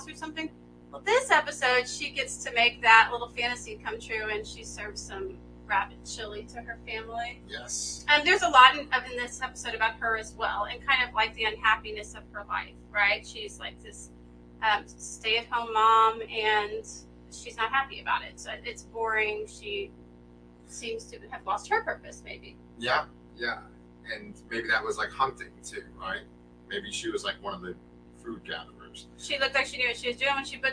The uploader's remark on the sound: LIVE REVIEW (with added buzzing noise!).